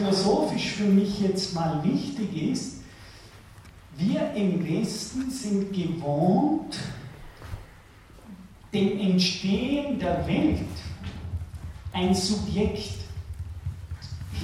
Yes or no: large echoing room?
yes